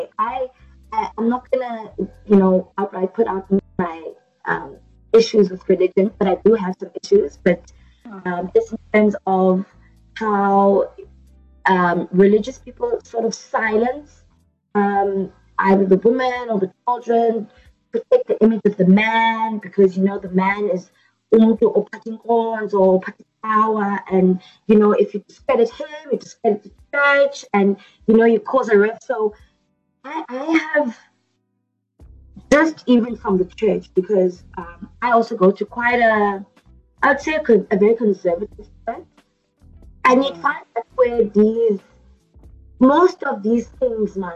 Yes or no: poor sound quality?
yes